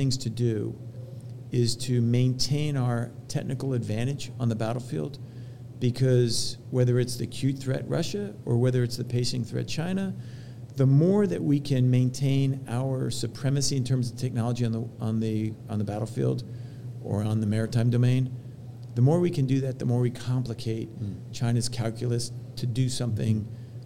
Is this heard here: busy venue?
yes